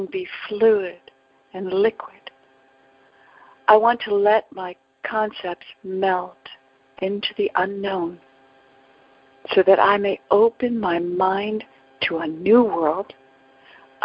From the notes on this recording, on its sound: ACIM Daily TEXT Conference Call.